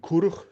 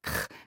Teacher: Typisch dieses kehllautige K, kch, wie auch in getrunken. Man nennt das auch die Gutturalisierung des K, ein wichtiges Kennzeichen des Südbayerischen.